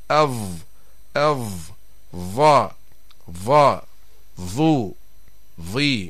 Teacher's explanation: لكن الاختلاف بينها يكون في وضع أقصى اللسان من جهة الحلق طبعا من الداخل، فالضاء فيها استعلاء لأقصى اللسان، وفيها تضييق للحلق لرجوع لسان المزمار إلى الوراء